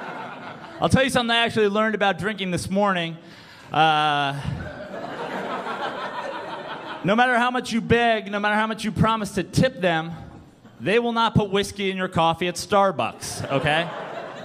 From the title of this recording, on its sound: Stand Up Comedy Live Gotham Comedy Club